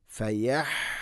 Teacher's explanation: ഹ തൊണ്ടയുടെ മധ്യഭാഗമാണ് മഹ്റജ്, പിന്നെ അവിടെ ഓതുന്ന സമയത്ത് ഫയഹ്ലിഫൂന എന്ന് ആയി പോകരുത്.